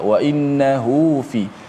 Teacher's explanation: selepas ha tu fi berbaris maka ha tu dibaca dua harakat